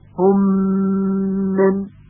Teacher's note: خب و از طرفی ادغام متماثلین هست یا مثلین هست، چون دو تا حرف مثل هم هستن، یعنی ادغام دو میم در هم دیگه، هم من، هم من. در ادغام میم در میم باید تشدید به خوبی آورده بشه و غنه هم کاملا شنیده بشه